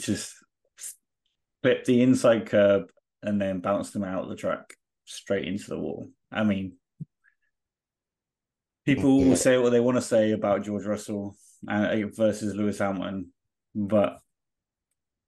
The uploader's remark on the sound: Bad Internet Bad Podding.